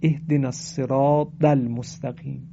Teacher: این کلمه صراط با طاء مؤلفه، یعنی طاء دو نقطه و منقوط نیست، طاء الف داره. برخی برای اینکه این طاء رو درست تلفظ کنن شبیه دال تلفظش میکنن